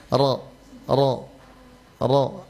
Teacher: huruf ra itu makhrajul hurufnya cuma ada di ujung lidah menyentuh langit-langit bagian depan